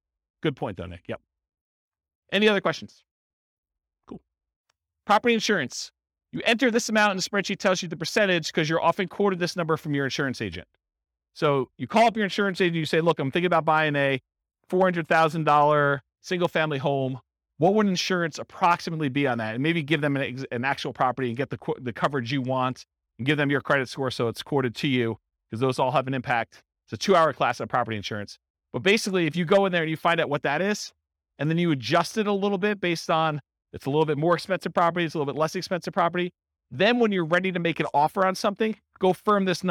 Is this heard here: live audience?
yes